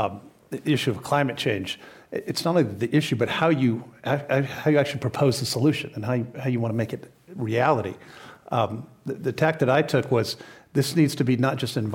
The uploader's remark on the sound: This program was recorded in front of a live audience at The Commonwealth Club in San Francisco on February 6th, 2019.